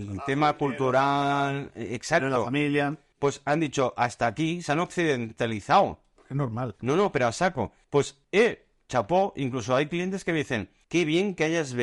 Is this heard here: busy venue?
no